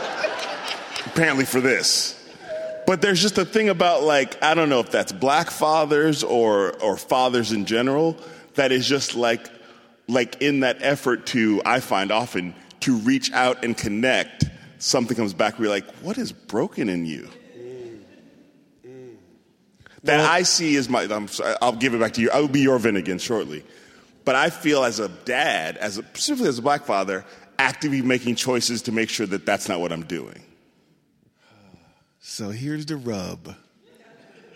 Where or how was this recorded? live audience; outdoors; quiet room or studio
live audience